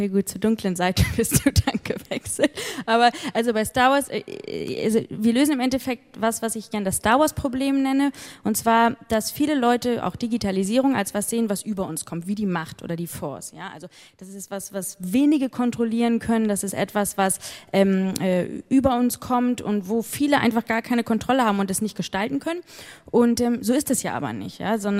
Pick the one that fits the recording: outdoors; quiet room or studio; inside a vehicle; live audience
live audience